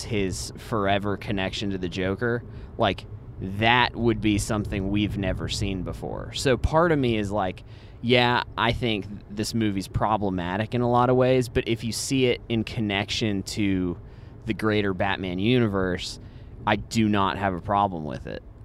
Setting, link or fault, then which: setting, inside a vehicle